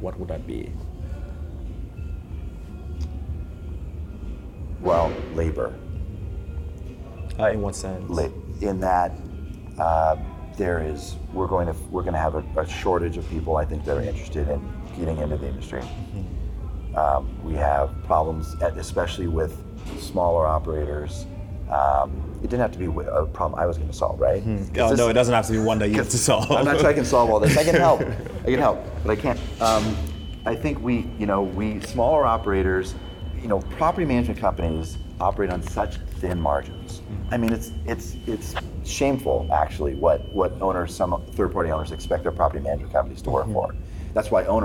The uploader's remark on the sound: LIVE at Optech.